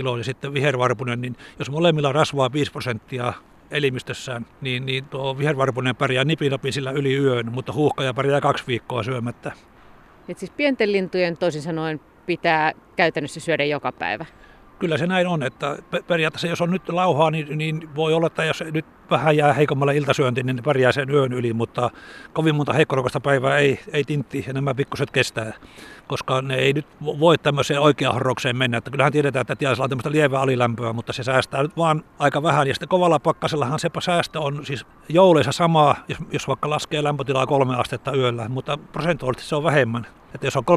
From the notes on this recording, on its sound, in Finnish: talvisella linturetkellä